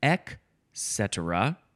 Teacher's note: There's no T sound. It's ek cetera or ik. Ek or ik. For some reason, people decided to take out the T altogether.